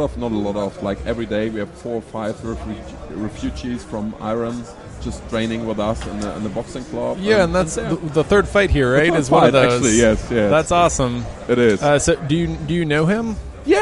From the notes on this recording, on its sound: Live from Berlin. For the very first time we could present you a live-sports event in English.